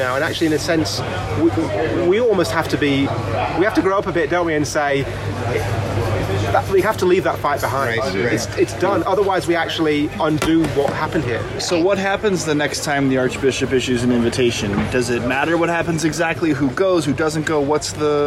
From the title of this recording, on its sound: On Location at GAFCON23 (Day 5)